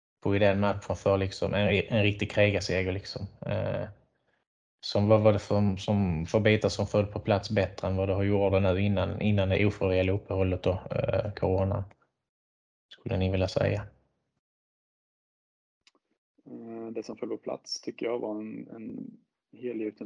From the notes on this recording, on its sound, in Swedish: Vi ber om ursäkt för dålig ljudkvalitet. Notera att detta spelades in efter bortamatchen i Nobelhallen.